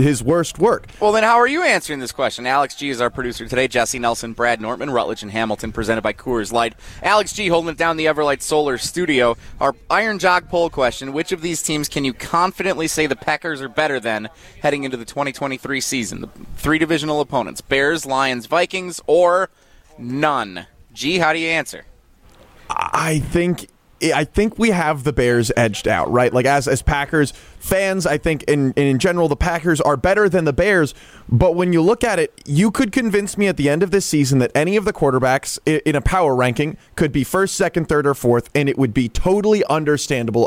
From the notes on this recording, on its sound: They break that down live from the University Ridge Golf course as we cover the Am Fam Championship!